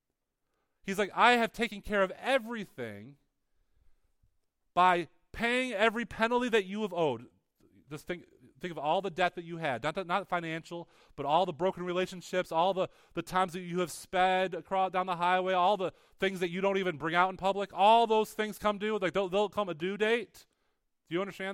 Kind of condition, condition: setting, large echoing room